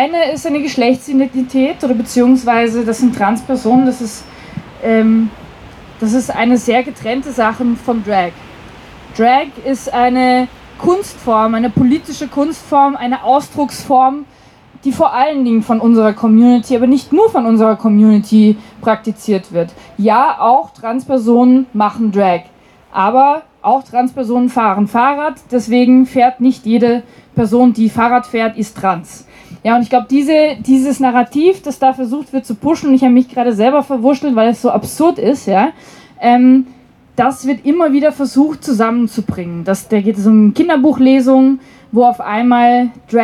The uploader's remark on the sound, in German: Mai 2023 auf der Mariahilfer Straße in Wien an der IDAHOBIT-Demo der Homosexuellen Initiative (HOSI) Wien und des Vereins Intergeschlechtlicher Menschen Österreich (VIMÖ). Unbearbeitete Aufnahme der Reden auf der Abschlusskundgebung am Platz der Menschenrechte. Musik wurde aus urheberrechtlichen Gründen rausgeschnitten.